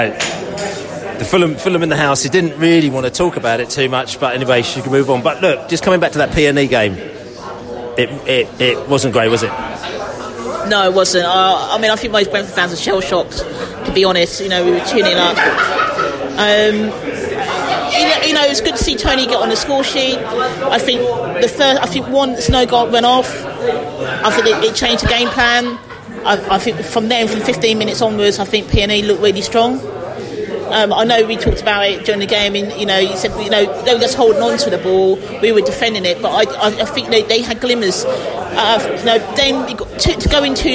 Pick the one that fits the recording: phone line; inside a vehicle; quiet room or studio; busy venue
busy venue